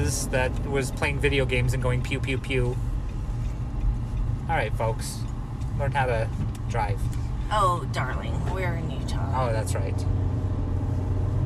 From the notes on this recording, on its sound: We record in the car during our trip to and From Salt Lake.